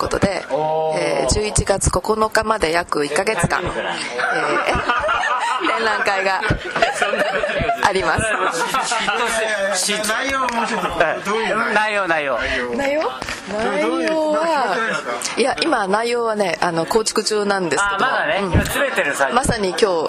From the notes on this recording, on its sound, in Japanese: 日本建築学会大会（東北）の後、仙台のいろは横町にて収録が行われました。仙台の壱弐参（いろは）横丁ゆきむらにて。